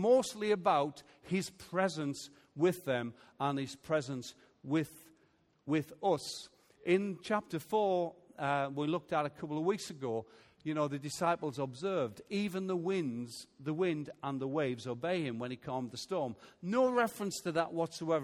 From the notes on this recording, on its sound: Recorded Live at Life Church on Sunday 2nd September 2018.